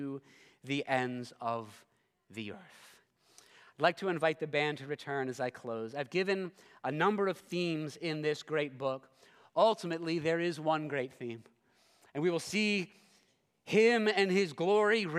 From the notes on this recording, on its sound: This sermon was preached at Covenant Fellowship Church on October 22, 2023.